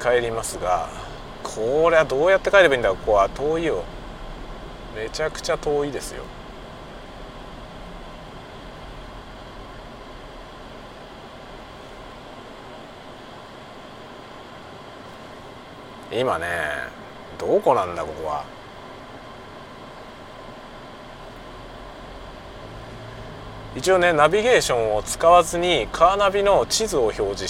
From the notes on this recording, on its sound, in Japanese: ドライブ雑談 講演の帰り道。運転しながら雑談。出先の学校から自宅へのドライブ。